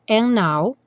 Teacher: é bastante comum no and now, tirar o D ao invés de falar and, now, and now, you leave me.